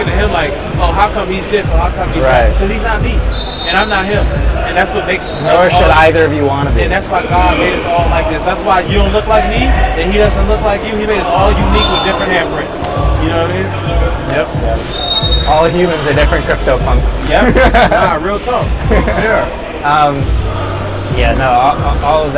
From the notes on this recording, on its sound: We filmed this on location at a Red Bull event in Brooklyn NYC. The first in person episode since covid!